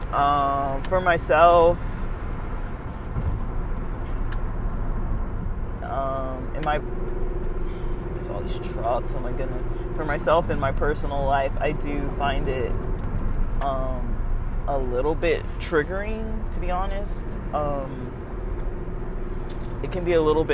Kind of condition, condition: setting, inside a vehicle